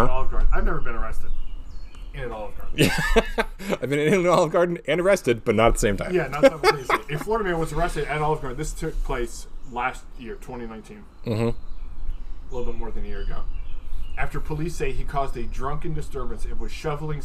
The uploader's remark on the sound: In their second episode recorded in the great outdoors